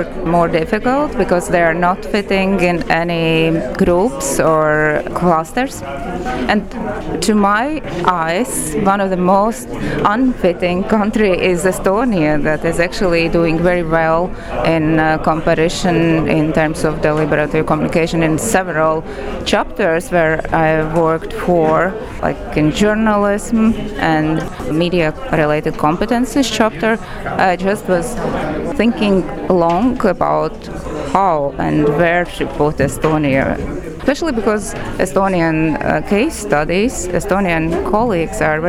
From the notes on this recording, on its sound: Recorded at the consortium meeting in Bucharest, RO.